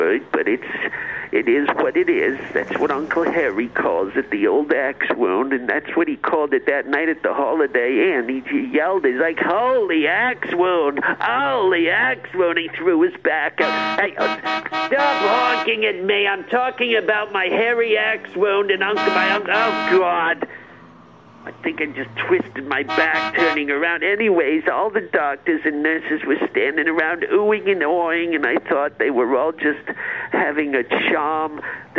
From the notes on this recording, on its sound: leaves a phone message